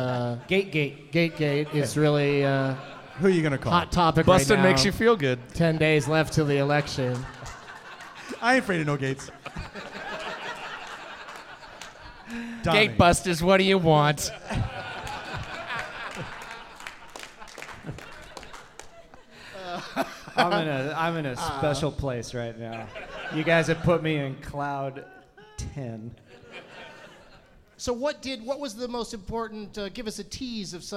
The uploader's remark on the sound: Live from the Now Hear This Fest in Anaheim